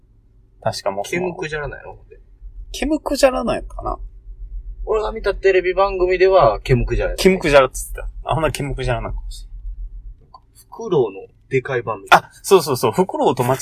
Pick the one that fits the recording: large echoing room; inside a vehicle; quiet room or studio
inside a vehicle